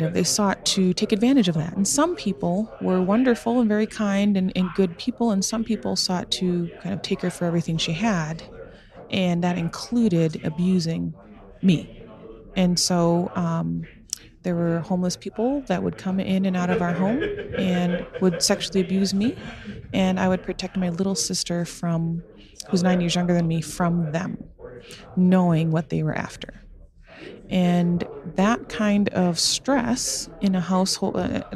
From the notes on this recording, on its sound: Today we are live from Park City, Utah at the GoBundance event